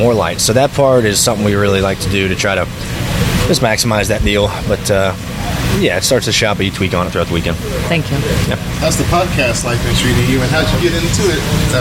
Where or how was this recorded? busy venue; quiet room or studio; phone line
busy venue